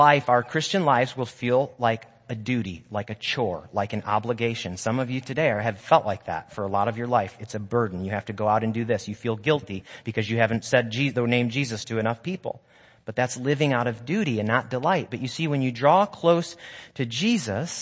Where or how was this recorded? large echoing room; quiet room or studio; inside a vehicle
large echoing room